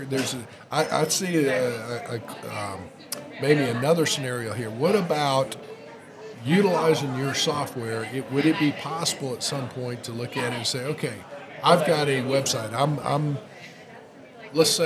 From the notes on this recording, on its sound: During a recent trade conference, we had the pleasure of recording an insightful conversation